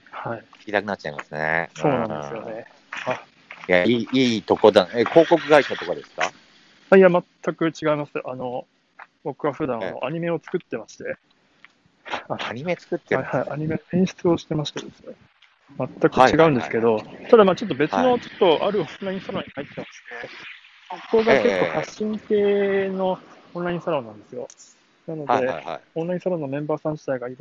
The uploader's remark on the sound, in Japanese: 歩きながら